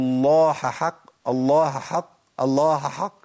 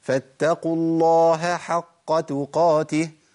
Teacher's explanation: الهاء ممكن تضيع مني خالص، تبدل بحاء وتضغم · Shown in: first take